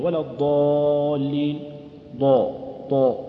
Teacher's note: هذا تفخيم، بس انه تفخيم مذموم لانه تفخيم العجم، وهو انك تميل بها الى الواو، فحذر من ذلك، حذر من تفخيمها، حاذرا تفخيم لفظ الالف.